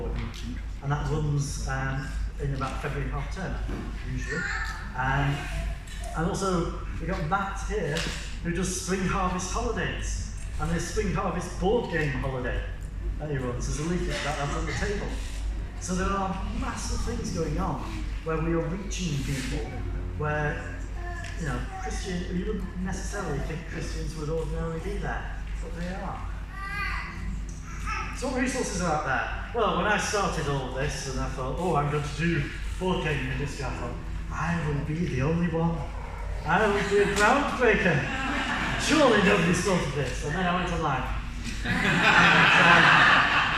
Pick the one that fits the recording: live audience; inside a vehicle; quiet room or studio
live audience